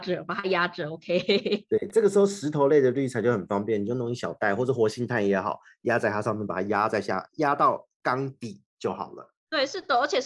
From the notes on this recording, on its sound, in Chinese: 只是音質的部分因為我們合體錄音都用Zoom。所以多少有點卡卡。